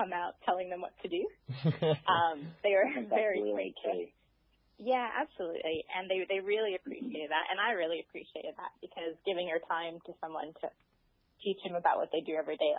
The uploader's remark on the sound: In Melbourne. In Sydney and I in Brisbane we all caught up for a quick chat on the phone.